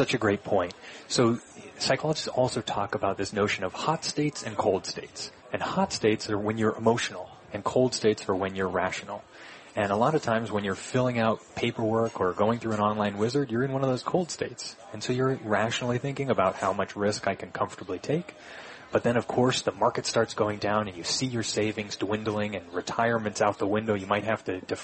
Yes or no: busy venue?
yes